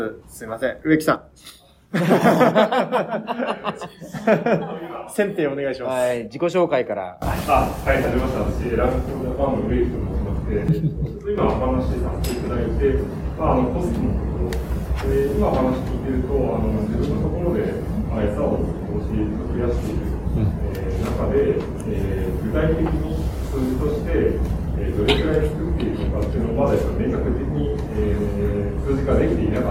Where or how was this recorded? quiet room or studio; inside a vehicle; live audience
live audience